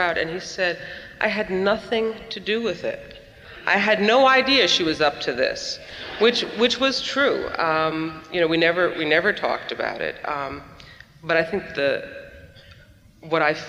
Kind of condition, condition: setting, live audience